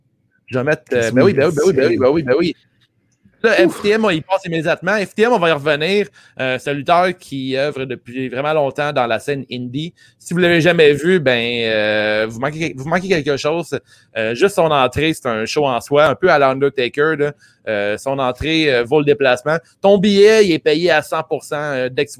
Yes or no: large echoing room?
no